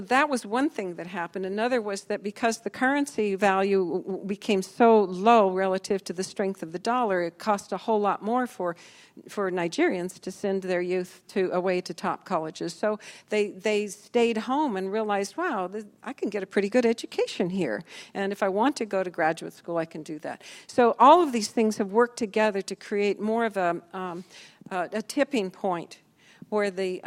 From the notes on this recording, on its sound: This panel session was recorded at the Trade with Africa Business Summit in Bentonville, Arkansas over the summer.